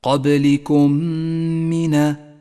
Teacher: قبلكم من إدغام شفوي جاءت الميم الساكنة وبعدها ميم متحركة تدغمان ببعضهما فتصيران ميما واحدة مشددة لونت بالأخضر إشارة إلى موقع الغنة.